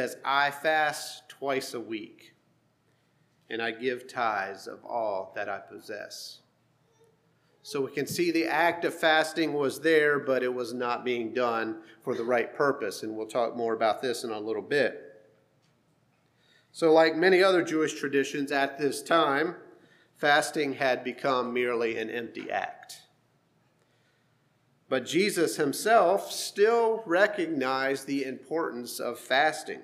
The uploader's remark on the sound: Sermon preached at HMC, October 29,2023.